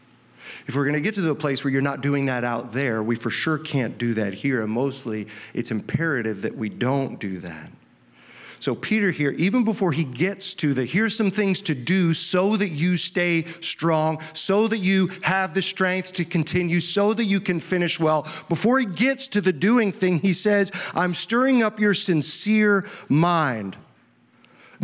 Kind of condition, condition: setting, large echoing room